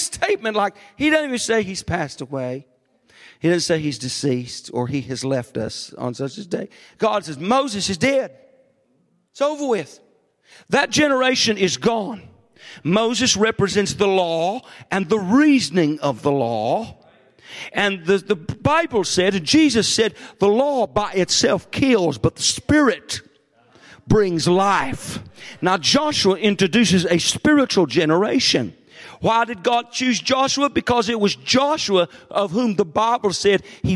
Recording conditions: large echoing room